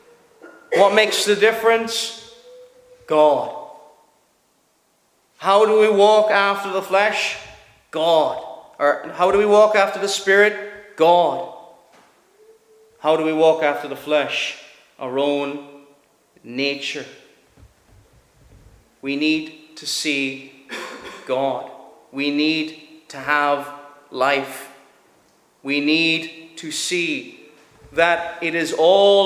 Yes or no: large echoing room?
yes